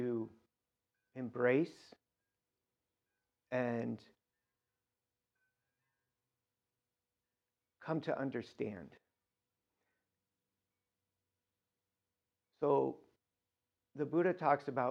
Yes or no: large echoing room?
yes